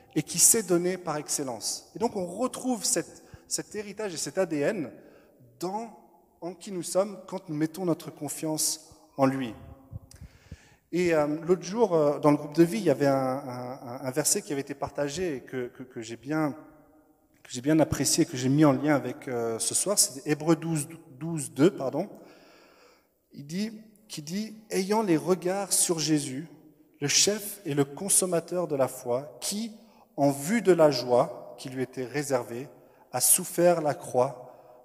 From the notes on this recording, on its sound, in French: Enregistré à l'église CVV, le 07/02/2021